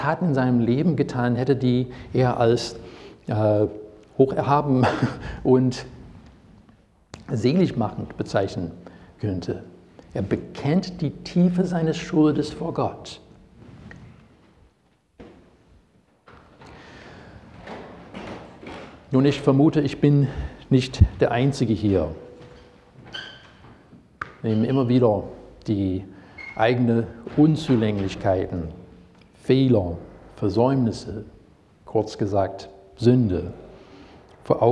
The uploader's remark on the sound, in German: Predigt aus dem Gottesdienst